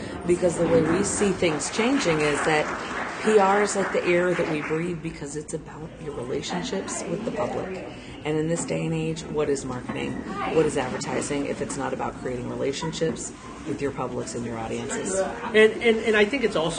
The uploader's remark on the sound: Once again, recorded in the hallway (and still very obviously between sessions at the event) at the OnBrand Conference in Omaha – a collaboration of the local AAF , AIGA , AMA , and PRSA chapters. This is the last of the podcasts recorded at OnBrand 2018.